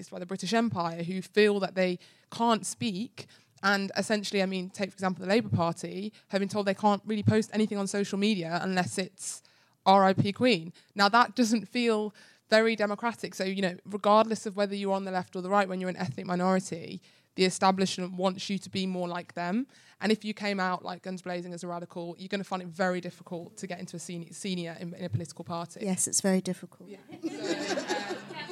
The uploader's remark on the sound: Coming to you from the London Podcast Festival: The Guilty Feminist presents Media Storm’s debut show, live from King’s Place! King’s Place, London.